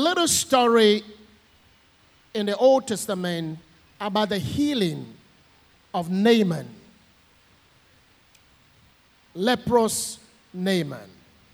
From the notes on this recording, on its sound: Sermon preached at CBC Adabraka Campus